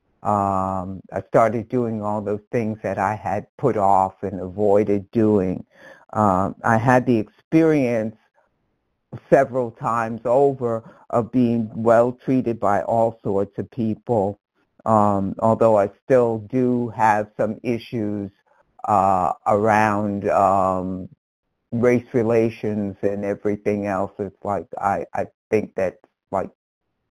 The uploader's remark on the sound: 100 Pounders Phone Meeting.